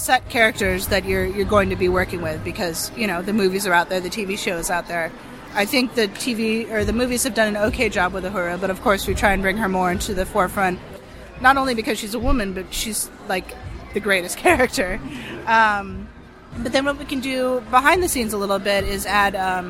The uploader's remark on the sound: We wrap up our coverage of Star Trek Las Vegas 2015 with highlights from the floor